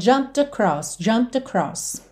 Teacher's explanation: O próprio P não aparece, porque olha, P, é feito lábio com lábio. Só que o M também é.